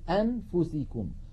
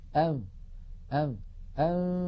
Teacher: الفم مهيئ على مخرج الفاء، وينطق القارئ من أنفه غنة فقط · Shown in: second take · فقط. فإذا انتهى زمن هذه الغنة وزمنها غنة كاملة ممطوطة، سنتكلم عنها بإذن الله في الحلقة القادمة عن أزمنة الغنن، أنفو، فإذا وصل إلى الفاء نطق الفاء وليس معها غنة. · Term: الإخفاء